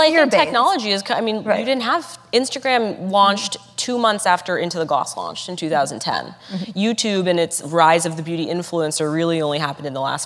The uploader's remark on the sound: In this live interview from the 92nd Street Y in New York City